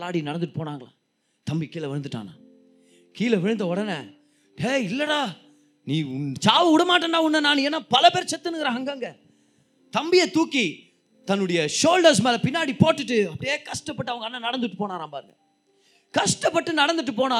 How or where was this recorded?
live audience